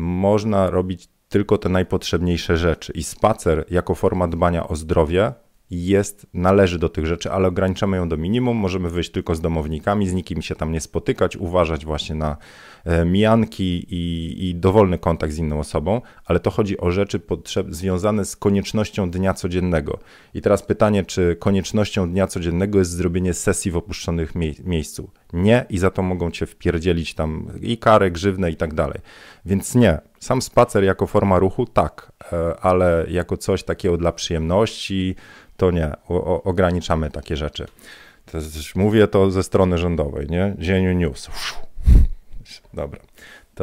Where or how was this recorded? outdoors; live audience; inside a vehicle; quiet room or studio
quiet room or studio